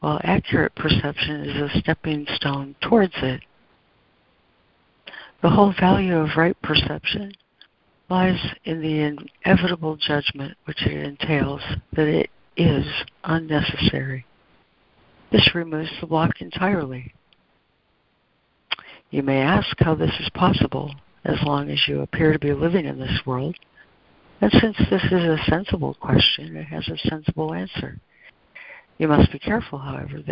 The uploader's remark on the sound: ACIM Daily Conference Call.